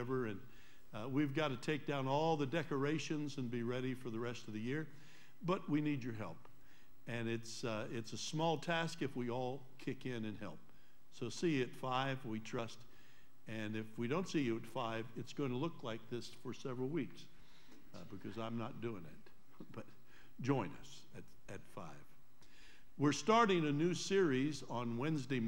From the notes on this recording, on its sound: Trinity Church Live.